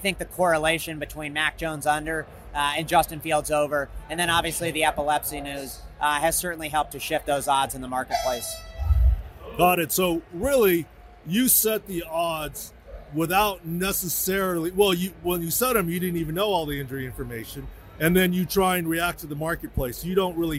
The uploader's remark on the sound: on location from the Circa in Las Vegas